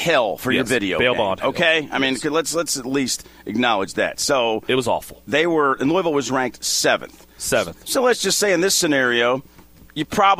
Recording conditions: busy venue